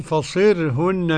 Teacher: كسر الصاد وترقيق الراء